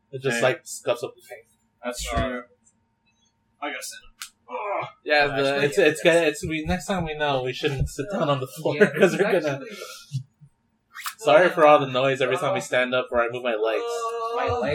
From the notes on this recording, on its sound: We're back with more audio issues